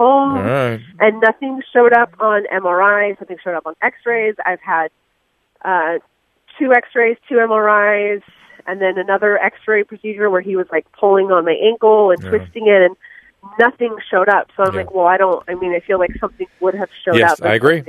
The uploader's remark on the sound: turns to the phones and speaks to callers